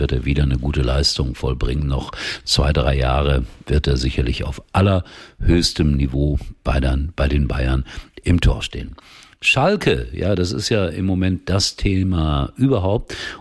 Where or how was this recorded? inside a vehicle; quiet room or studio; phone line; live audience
quiet room or studio